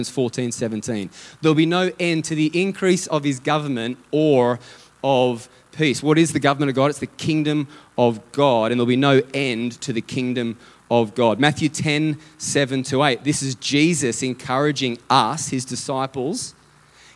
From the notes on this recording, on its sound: Theme Sunday. LIVE at Echo Church.